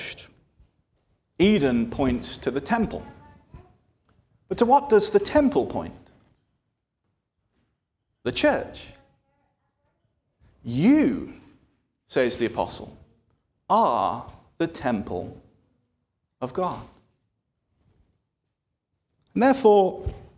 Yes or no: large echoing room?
yes